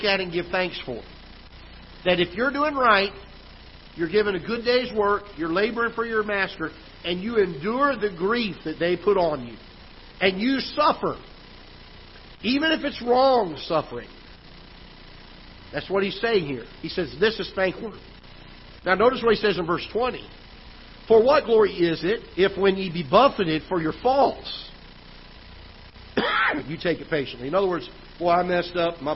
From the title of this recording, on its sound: Ketha Heights Baptist Church ~ Live Broadcast